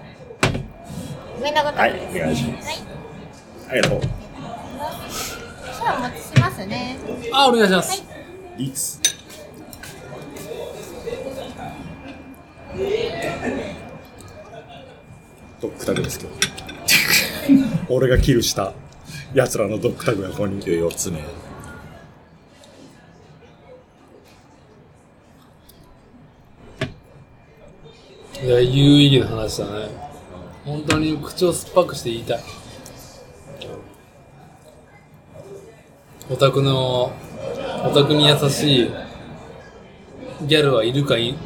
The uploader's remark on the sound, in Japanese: 屋外収録。名古屋駅に飲みにいこう！いつもの指向性マイクではなくXYマイクでの収録となっています。広いレンジによる街の臨場感をお楽しみください。